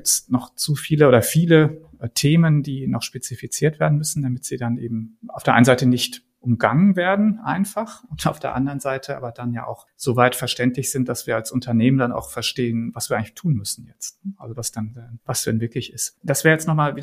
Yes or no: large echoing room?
no